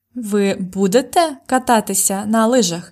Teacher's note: in Ukrainian, the question is formed only by the intonation, the rising intonation.